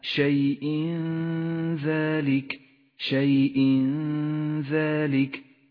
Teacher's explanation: في قوله تعالى شيء ذلك شيء ذلك. التنوين وبعده حرف ذال، يخفى التنوين بالذال مع بقاء غنة للتنوين زمنها حركتان · Term: حكم الإخفاء